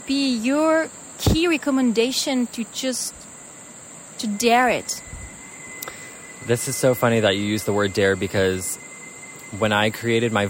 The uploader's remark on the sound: live at a river bank, Guatemala